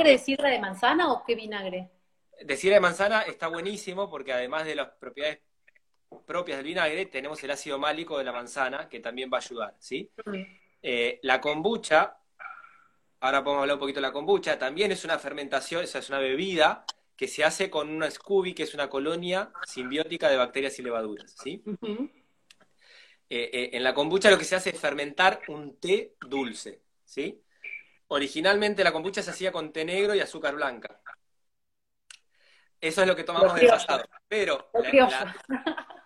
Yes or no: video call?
yes